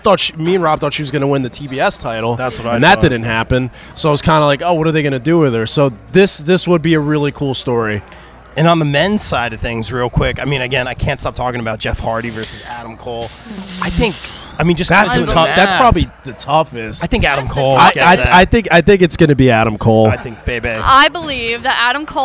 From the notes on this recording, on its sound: LIVE From Baltimore Celebfest